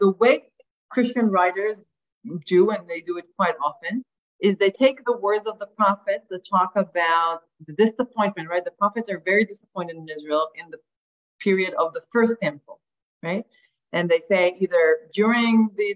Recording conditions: video call